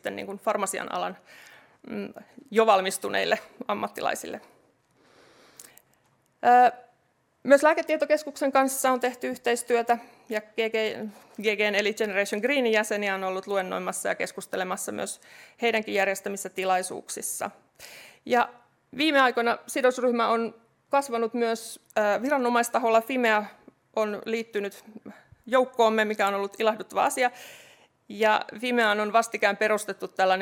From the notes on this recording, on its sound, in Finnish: ÄLY2022-tapahtuma järjestettiin 12.5.2022 hybridimuotoisena kutsuvierastilaisuutena Pikku-Finlandiassa sekä kaikille avoimena online-tapahtumana. Tämä jakso on myös historian ensimmäinen ÄLYcast LIVE -taltiointi.